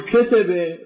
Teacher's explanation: النبر يكون في الكاف مع الفتحة، يعني المقطع الأول من هذه الكلمة التي تتكون من ثلاثة مقاطع، لكن هذا هو النبر هنا في هذا المقطع.